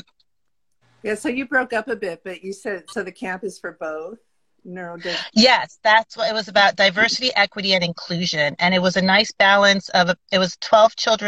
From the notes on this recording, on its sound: an insightful Instagram Live session unfolds into a powerful podcast